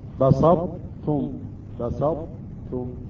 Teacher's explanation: الإدغام ليس بالكامل، يعني الطاء يبقى لها أثر وهو صفة الإطباق. أو هنا لئن بسطت إلي، بسطت إلي يد، هنا أيضا الطاء يبقى أثر لها.